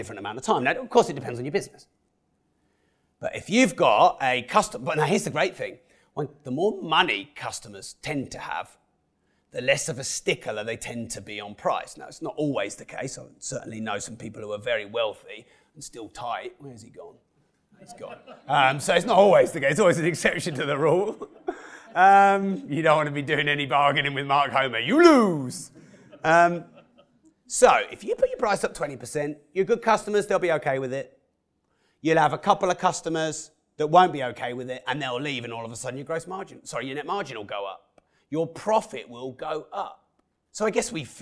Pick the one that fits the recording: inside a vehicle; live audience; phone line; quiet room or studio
live audience